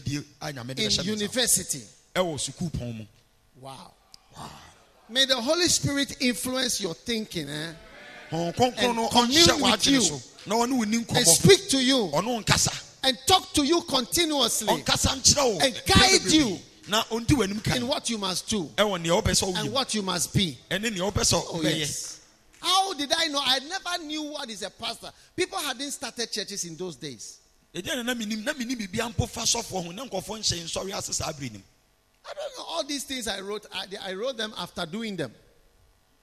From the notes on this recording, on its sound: Preached at the Healing Jesus Campaign Pastor's Conference in Kyebi, Ghana on the 13th of December, 2021.